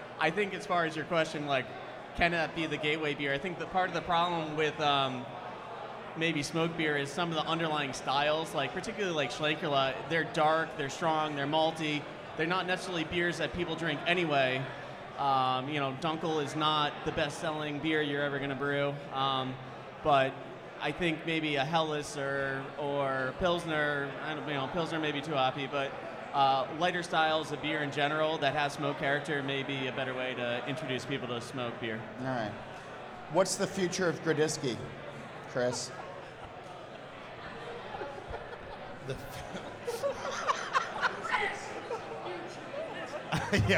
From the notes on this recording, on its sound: Recorded at Barrique Brewing and Blending in Nashville, Tennessee before a live and enthusiastic audience. Recorded at Barrique Brewing and Blending in Nashville, Tennessee before a live and enthusiastic audience.